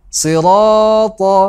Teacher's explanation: Do not elongate ra too long. صِرَاطَ. It is sufficient to stick to two harakat.